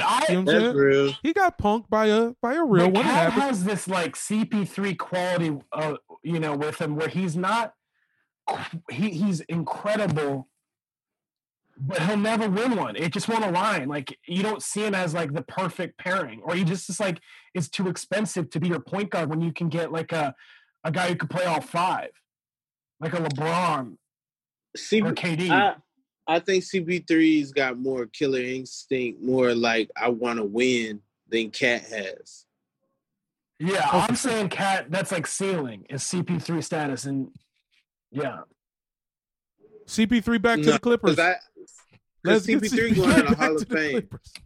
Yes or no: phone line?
yes